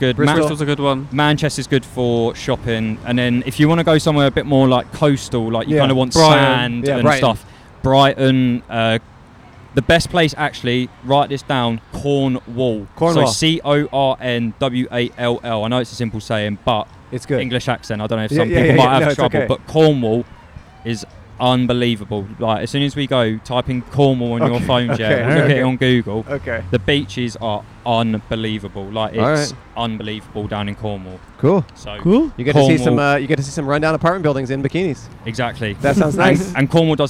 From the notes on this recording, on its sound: Outside a Hardware Store. In front of Koontz Hardware in West Hollywood, CA.